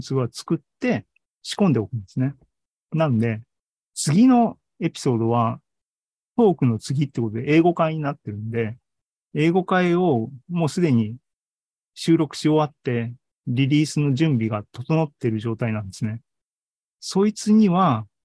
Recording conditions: video call